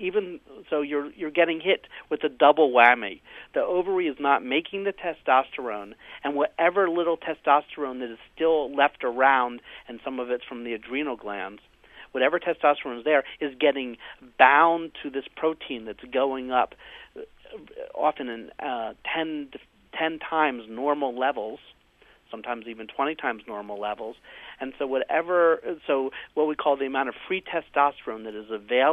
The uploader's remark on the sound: they take a listener phone call